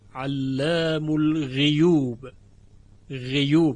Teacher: مثلا ببینید در کلمه علام الغیوب، علام الغیوب، شعبه در اینجا هم به کسر غین خونده، علام الغیوب، غیوب، یعنی غیوب شده است غیوب.